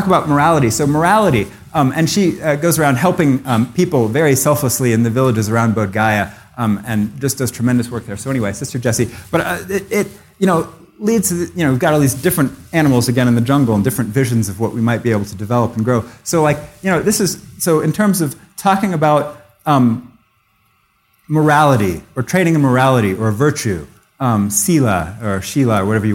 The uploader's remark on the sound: taken from the Buddhist Geeks Conference 2012